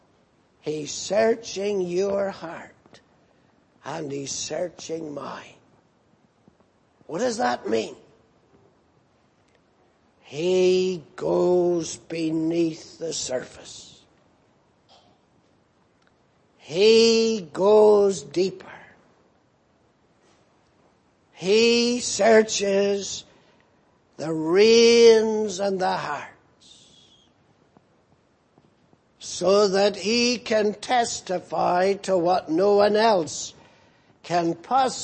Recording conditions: large echoing room